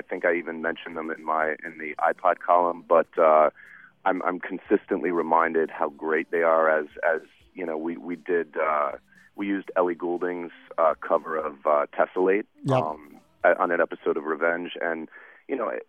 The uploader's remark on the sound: Called in to the TV Editor's Hour ahead of the winter finale on ABC.